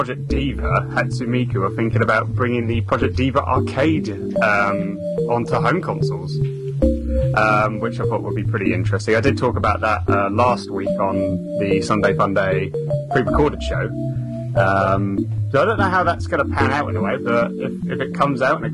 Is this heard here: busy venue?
no